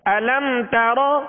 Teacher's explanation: اظہار شفوی ہے یہاں غنہ نہیں کریں گے